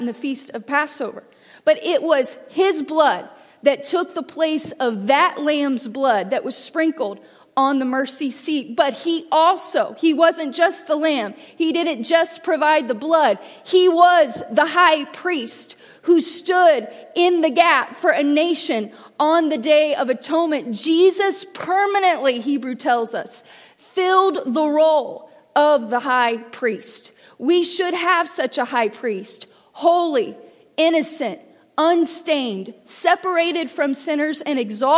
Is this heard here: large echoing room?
yes